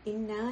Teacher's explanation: This is a compound word. That's why there's a shadda on the noon, because it's supposed to be read twice.